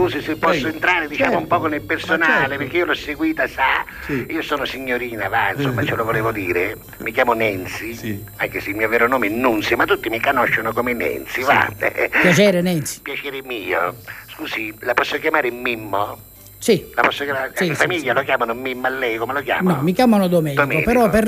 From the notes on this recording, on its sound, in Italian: ci da al telefono alcune anticipazioni